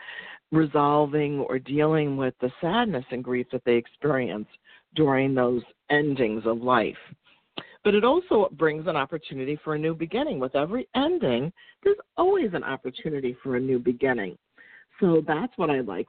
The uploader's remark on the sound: Sometimes she opens up the phone lines to take a caller!